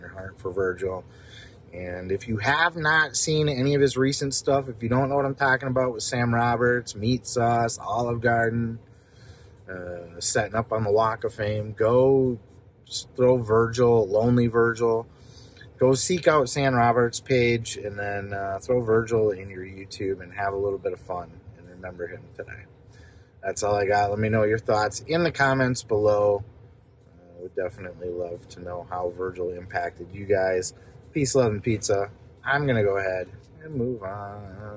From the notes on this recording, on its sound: Forgive the audio qualify from in car reaction.